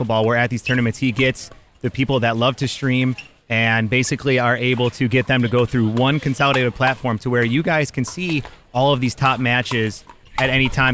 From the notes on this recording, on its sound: Live from the 2019 Beer City Open. In Grand Rapids, MI.